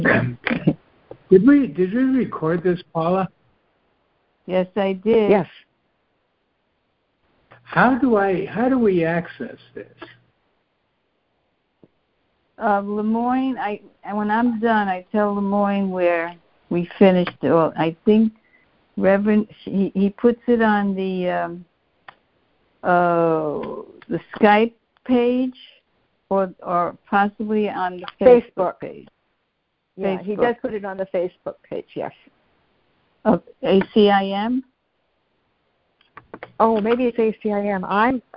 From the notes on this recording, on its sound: joining together on a Free Conference Call